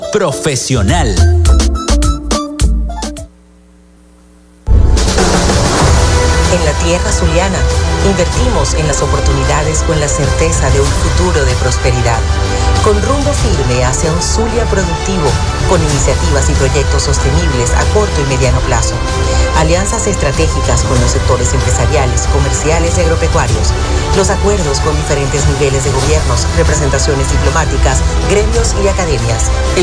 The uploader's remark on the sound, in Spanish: Continuamos nuestra transmisión en vivo y directo desde la ExpoZulia en el hotel Tibisay del Lago en el marco de la feria de Chinita en Maracaibo.